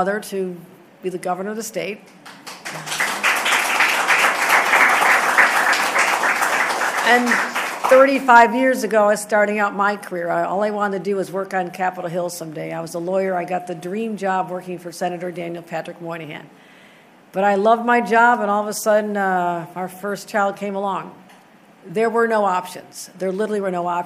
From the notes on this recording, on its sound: a recent press conference